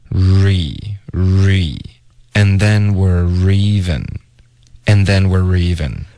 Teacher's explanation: were 跟 even 的 e 要连读